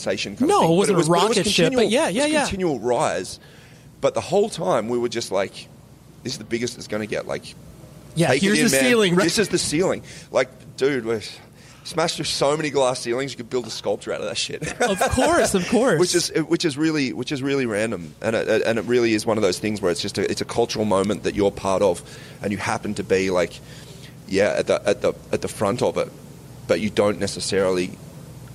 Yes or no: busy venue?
yes